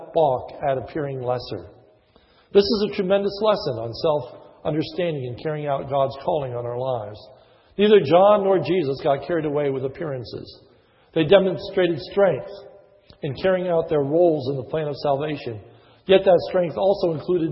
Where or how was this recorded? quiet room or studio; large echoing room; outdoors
large echoing room